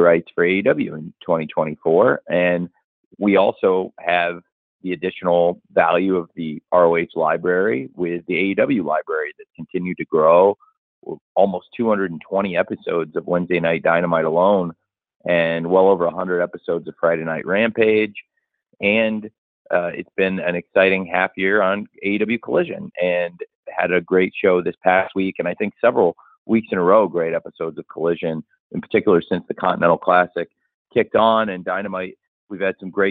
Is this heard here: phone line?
yes